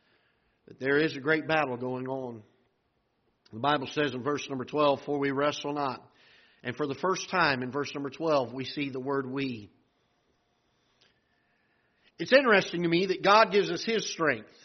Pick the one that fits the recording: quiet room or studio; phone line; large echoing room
large echoing room